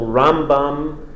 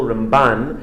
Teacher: Usually we accent the first syllable, Rambam, and then in the Ramban, it's the second syllable, Ramban.